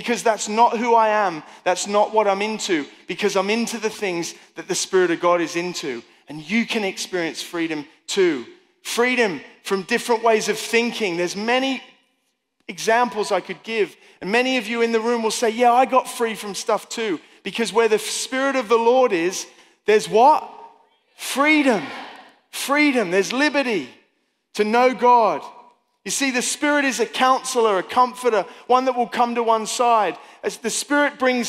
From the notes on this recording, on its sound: Recorded live in Stafford at Dreaming the Impossible 2023.